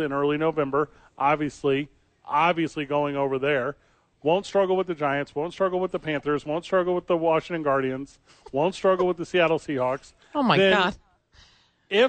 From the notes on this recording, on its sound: live from the Duke's Store